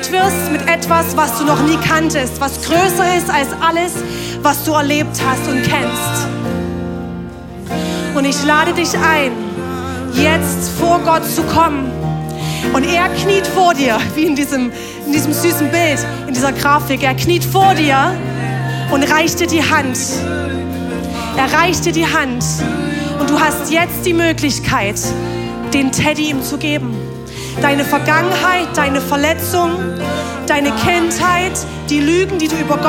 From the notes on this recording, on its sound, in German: Audiomitschnitt der Predigt